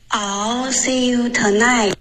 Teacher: 这个 night 结尾要有一个干脆的停顿